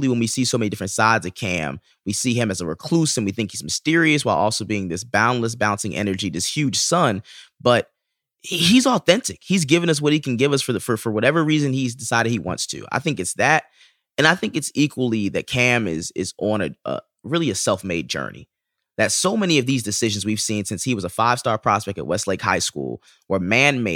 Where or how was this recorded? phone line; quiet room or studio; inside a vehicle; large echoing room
quiet room or studio